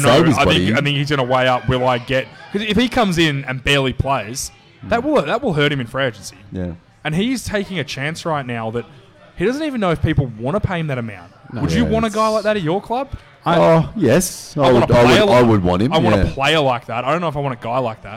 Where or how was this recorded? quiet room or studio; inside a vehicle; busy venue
busy venue